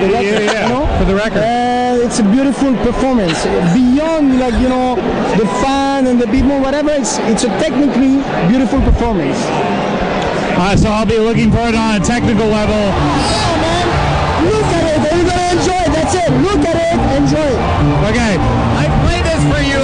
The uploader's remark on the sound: clips recorded at the show